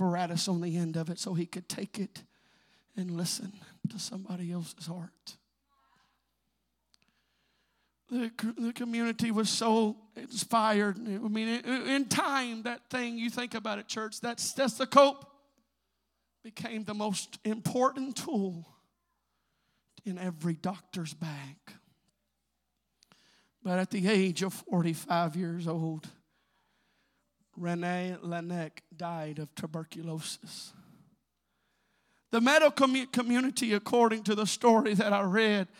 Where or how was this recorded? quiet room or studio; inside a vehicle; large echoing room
large echoing room